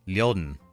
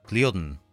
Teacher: In the South, some initial G sounds are dropped from words, but such sounds are preserved in the North. The word glen in the North is gliodn, whereas in the South it is said liodn.